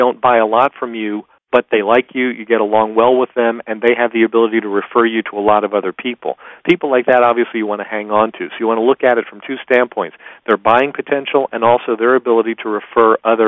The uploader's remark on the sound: excerpt from a live Top Secrets teleconference